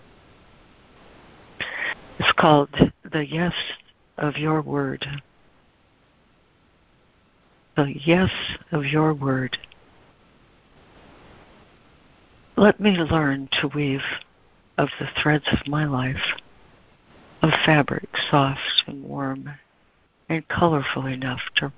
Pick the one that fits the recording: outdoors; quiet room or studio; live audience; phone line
phone line